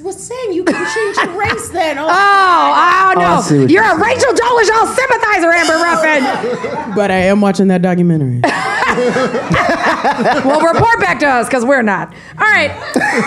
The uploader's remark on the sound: Recorded live at #SXSW in Austin, Texas.